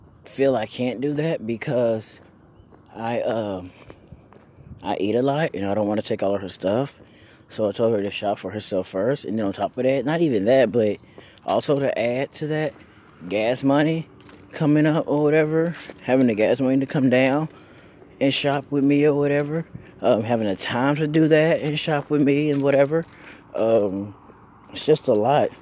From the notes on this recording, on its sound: Up walking and talkin